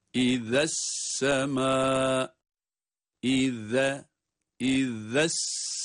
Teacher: zel harfi peltek okunan bir harf bildiğiniz gibi. Zel harfi peltek okunmakta, aynı zamanda ince.